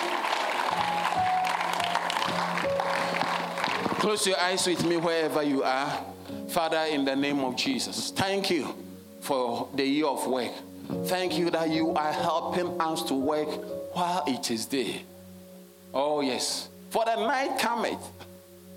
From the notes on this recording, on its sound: Sermon delivered on Sunday, January 21, 2024, at Serious Christian Church in Cape Town, South Africa.